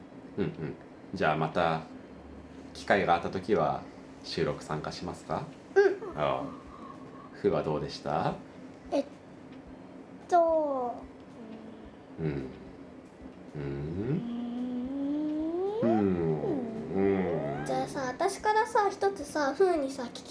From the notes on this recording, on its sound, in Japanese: 子どもとの3人収録。